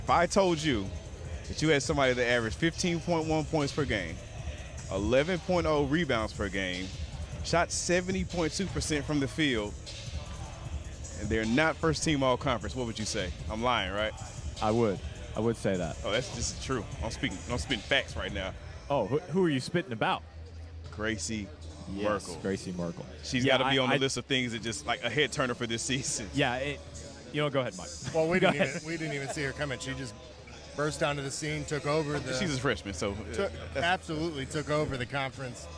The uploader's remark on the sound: Live On-Site at FGCU. The crew reports live from the Alico Arena in Fort Meyers, Fla.